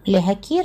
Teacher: И этот нун, он пропадает, потому что происходит ассимиляция согласного.